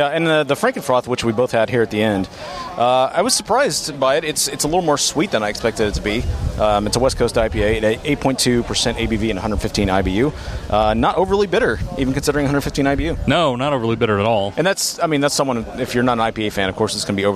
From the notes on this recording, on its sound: Dallas Brew Bus: Division Brewing, Collective Brewing Project & Community Beer Co. We're back on the Dallas Brew Bus. We visit Division Brewing in Arlington, Collective Brewing Project in Ft. Worth and Community Beer Company in Dallas.